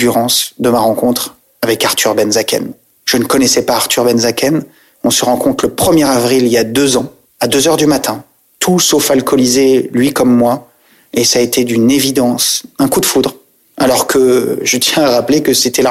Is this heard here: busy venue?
no